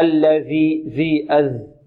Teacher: والذال معجم تخرج من طرف اللسان مع طرف الثنايا العليا